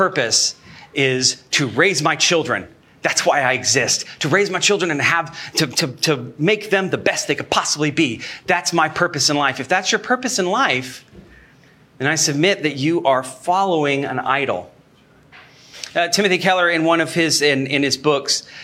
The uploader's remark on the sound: Sermon Recorded Live